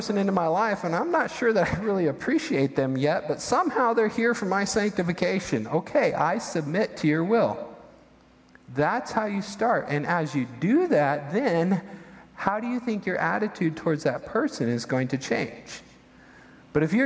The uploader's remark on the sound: Midland Evangelical Free Church Sermon Audio